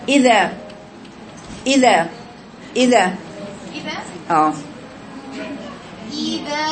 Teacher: يعني أقصى اللسان عند قراءة حرف الذال بيكون مستفل · Term: المستفلة